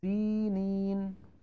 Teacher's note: فالياء الأولى والياء الثانية هما مدان طبيعيان في حال الوصل · Term: المد الطبيعي